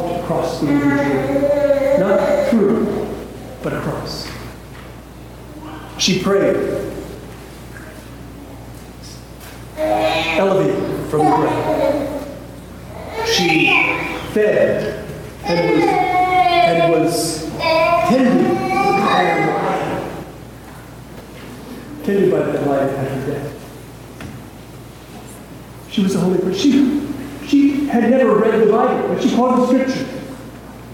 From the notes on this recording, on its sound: please excuse the audio quality